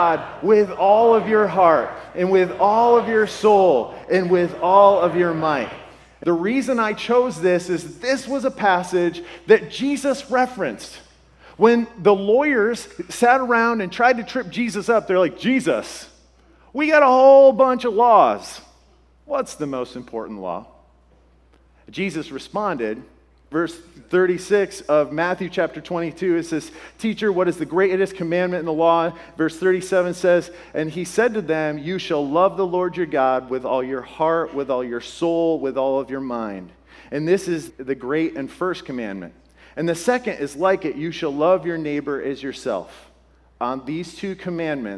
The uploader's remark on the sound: This podcast was originally shared at Restored Church. This podcast was originally shared at Restored Church in their Words to Live By sermon series.